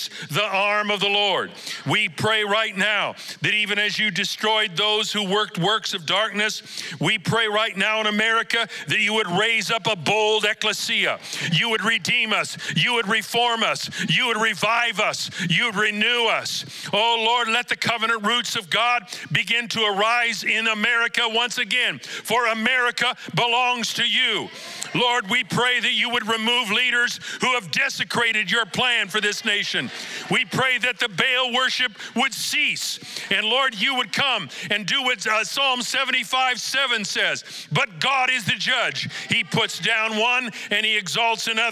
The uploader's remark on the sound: Recorded live at Capital Church in Meridian, Idaho